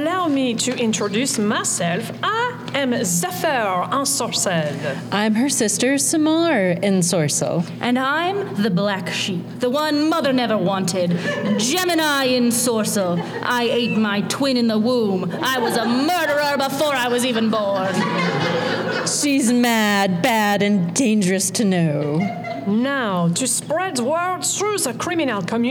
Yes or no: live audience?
yes